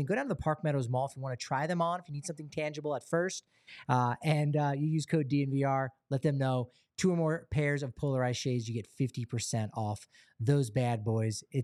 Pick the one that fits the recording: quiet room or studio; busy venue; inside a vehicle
quiet room or studio